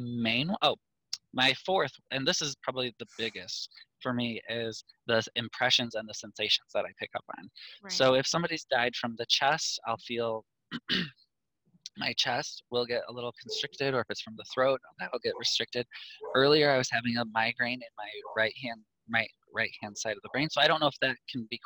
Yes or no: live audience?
no